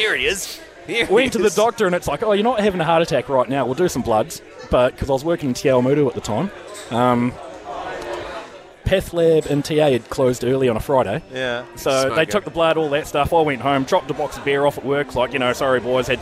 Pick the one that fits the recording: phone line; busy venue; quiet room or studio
busy venue